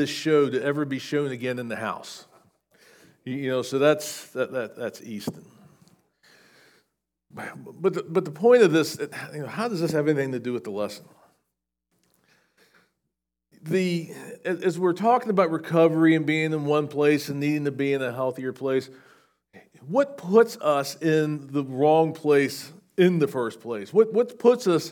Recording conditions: large echoing room